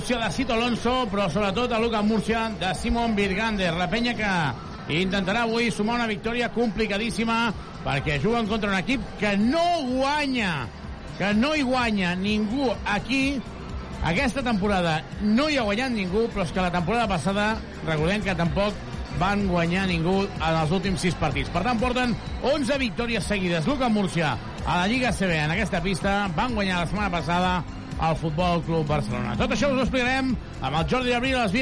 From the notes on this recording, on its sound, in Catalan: Transmissió en directe del partit UCAM Murcia vs Joventut.